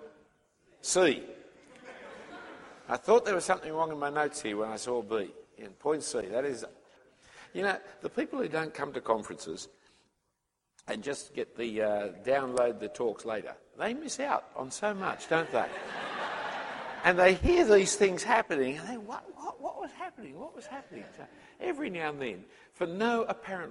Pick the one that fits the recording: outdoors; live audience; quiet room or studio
live audience